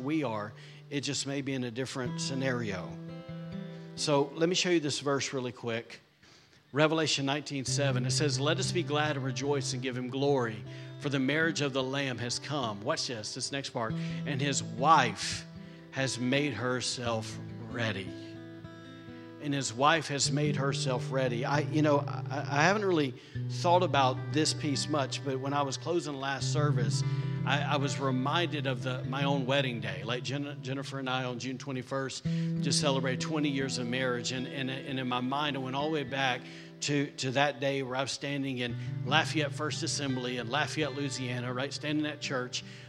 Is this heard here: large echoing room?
yes